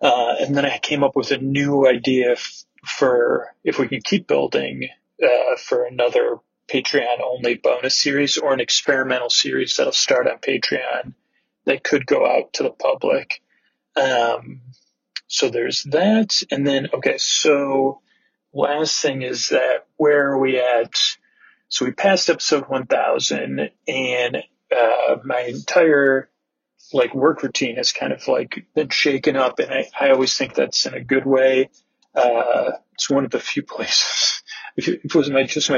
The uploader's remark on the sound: Audio is a bit wonky